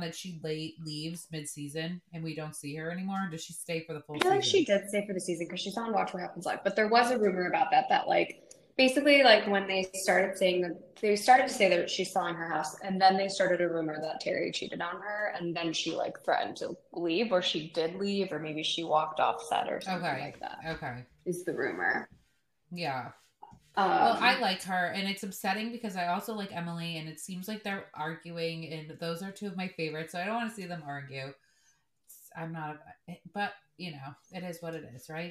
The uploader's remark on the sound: We're also apologizing for the poor quality of this episode, transatlantic recording is not our specialty.